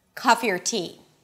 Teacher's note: when the or is reduced, it turns into er · IPA: ər